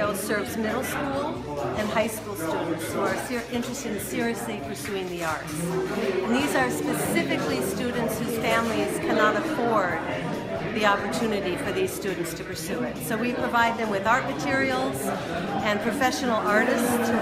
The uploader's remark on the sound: On the street. Bike Walk Coral Gables.